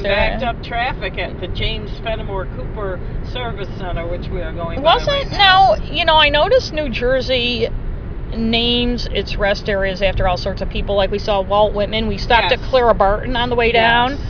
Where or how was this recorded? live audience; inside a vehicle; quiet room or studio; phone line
inside a vehicle